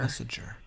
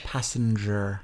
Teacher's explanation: the intrusive N, which helps the tongue glide from an unstressed vowel to a consonant